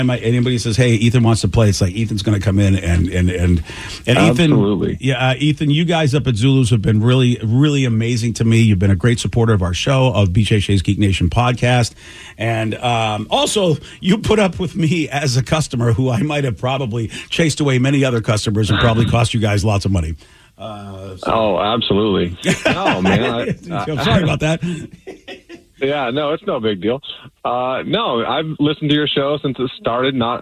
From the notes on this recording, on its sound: Last Show on KISW. The phone lines are jam packed!